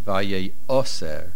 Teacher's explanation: The stress is on the Ayin, the main accent on the Ayin.